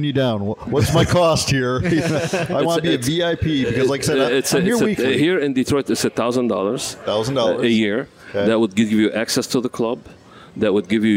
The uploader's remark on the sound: We broadcast live at La Casa